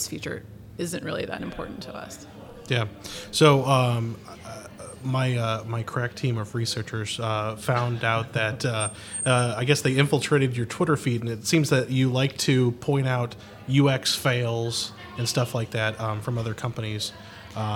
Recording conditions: busy venue